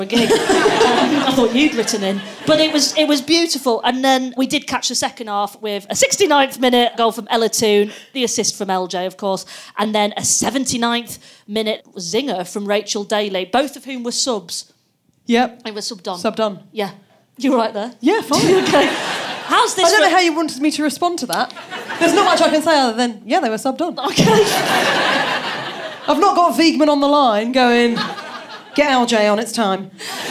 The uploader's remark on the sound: on home turf at the Komedia club